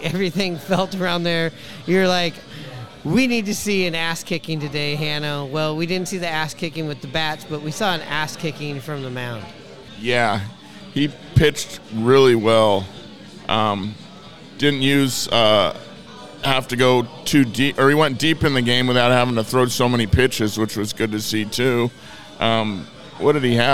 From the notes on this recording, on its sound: Recorded at Murphy's Irish Pub on 45th. Recorded at Murphy's on 45th.